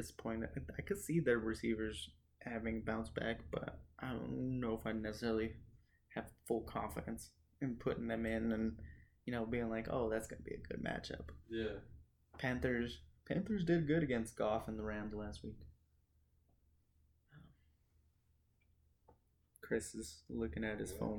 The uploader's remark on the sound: Due to a technical difficulty the audio is poor.